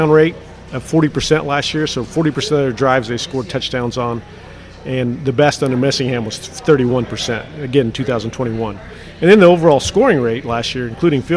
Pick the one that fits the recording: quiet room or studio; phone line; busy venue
busy venue